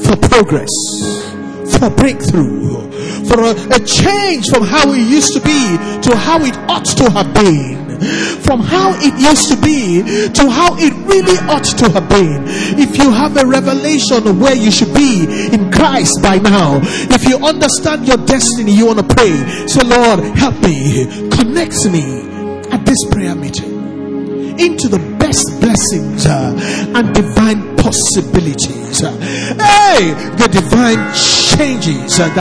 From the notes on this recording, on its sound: Recorded live at our Special Midweek Service to wrap up our 30days Fasting & Prayers 2021...